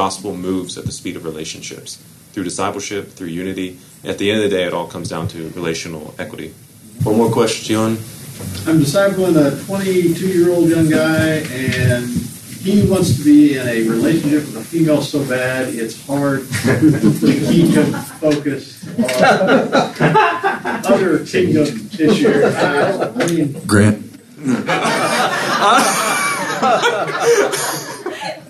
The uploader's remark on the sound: This episode is from Leadership Network, recorded at the National Disciple Making Forum.